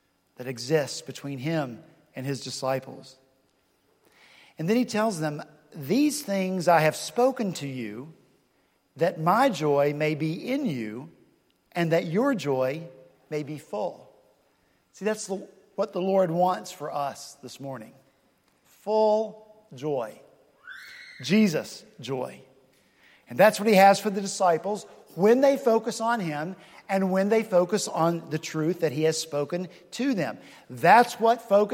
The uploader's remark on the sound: at Redeemer Presbyterian Church in Charleston, SC